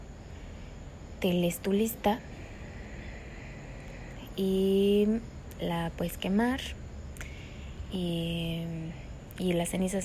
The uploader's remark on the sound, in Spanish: Va crudo, en directo, con todo y perros, sin cortes, GMO's ni grasas trans añadidas.